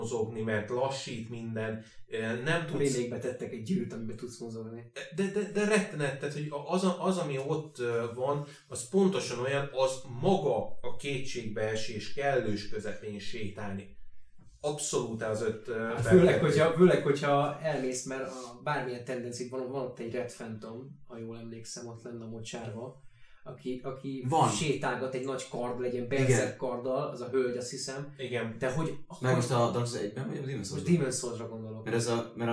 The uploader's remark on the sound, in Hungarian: Az adás az utolsó felvétel volt a régi helyszínen, azért az üres háttér, és az esetleges hangvisszhang, ezért elnézést.